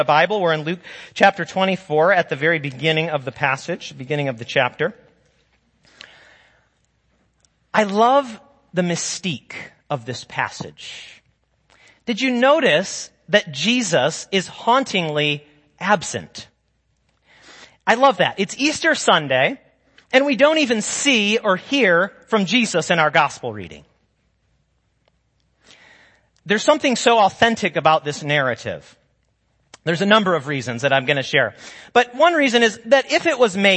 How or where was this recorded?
large echoing room